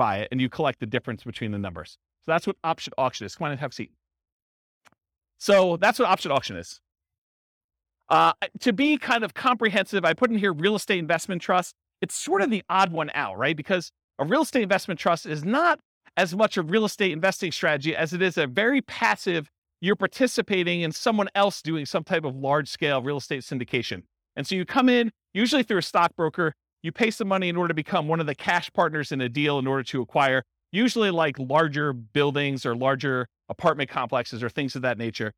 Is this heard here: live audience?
yes